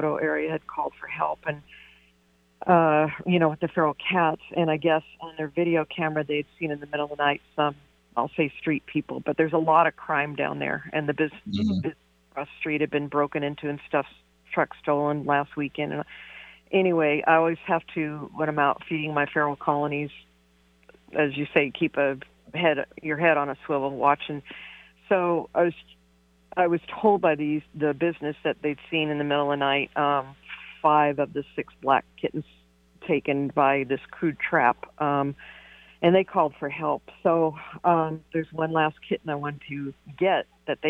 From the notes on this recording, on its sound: Recorded live. Taking calls, answering questions.